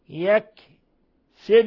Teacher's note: يكسب القلقلة للباء وليس للكاف